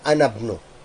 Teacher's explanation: I'm not pronouncing the hamza, I'm just saying anabnu. I'm not saying ana ibnu.